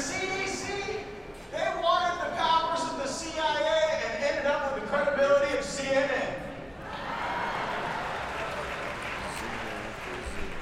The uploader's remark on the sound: LIVE FROM CPAC 2022